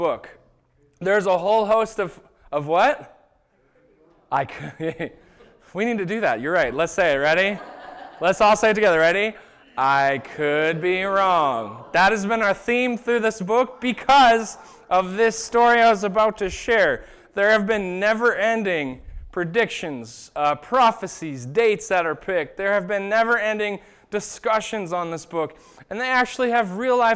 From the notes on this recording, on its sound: This was the sermon that was preached at Shelton Church of the Nazarene on September 22nd, 2019